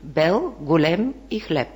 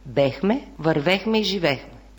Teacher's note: Второто отклонение, което изследваме, е така нареченото екане. Там, където трябва да се появи я, се появява е.